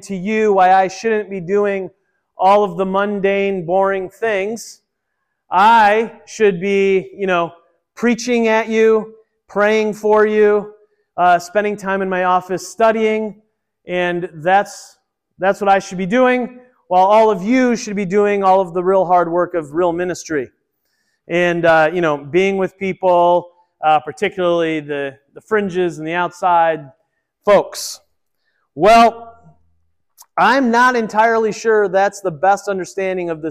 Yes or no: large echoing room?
yes